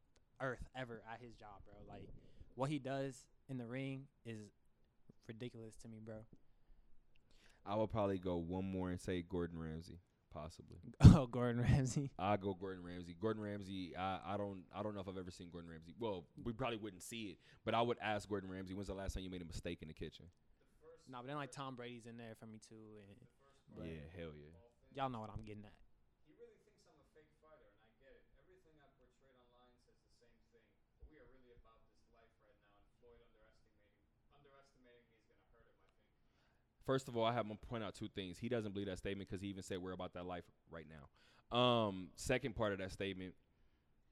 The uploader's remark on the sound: Talk that Talk Radio Show Live from Westgate